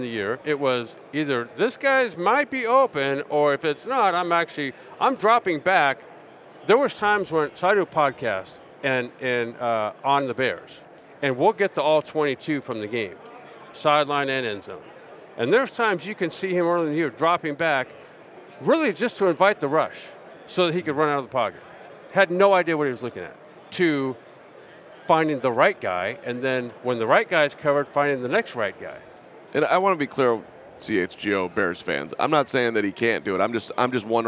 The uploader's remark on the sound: Super Bowl Radio Row Day 3